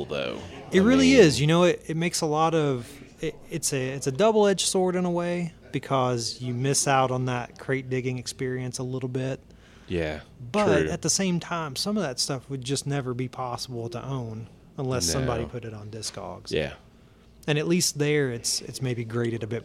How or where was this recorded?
busy venue